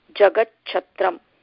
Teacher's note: अत्र तकारस्य स्थाने चकारादेशः भवति. किमर्थम् इत्युक्ते तकारस्य अनन्तरं छकारः अस्ति.